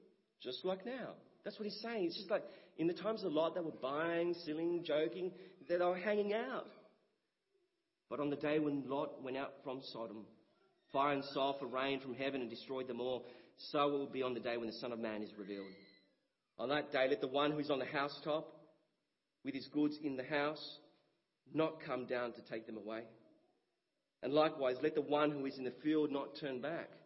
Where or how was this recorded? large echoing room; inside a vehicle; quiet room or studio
large echoing room